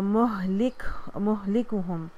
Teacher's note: ہا کے اوپر بھی جو ہے وہ ہمس آ جائے گا، چیس سے آواز نکالیے.